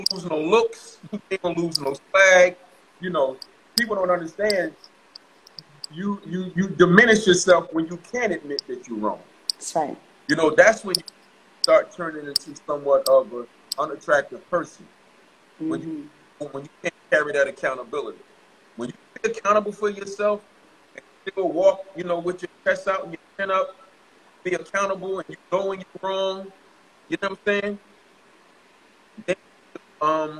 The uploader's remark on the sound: joined us on IG Live